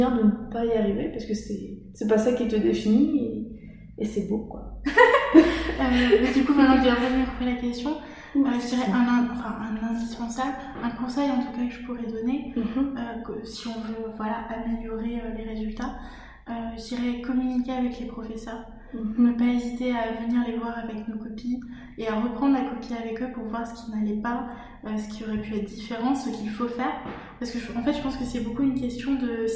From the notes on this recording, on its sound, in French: Nous avons enregistré cet épisode en plein déménagement de mon appartement qui était alors presque vide, aussi nos voix résonnent quelque peu, je vous prie de m'en excuser !